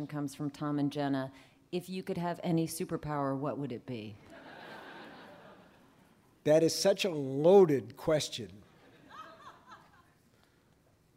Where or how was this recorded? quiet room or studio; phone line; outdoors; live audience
live audience